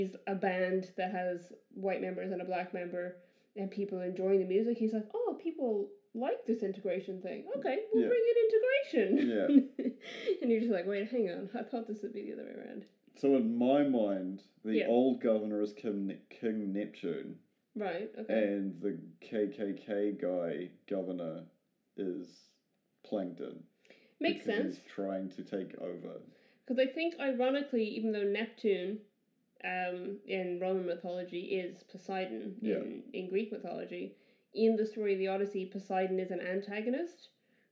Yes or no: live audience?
no